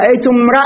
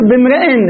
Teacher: ولذلك تقول رأيتم امرأ فتحنا الراء لأجل أن الهمزة مفتوحة · Shown in: first take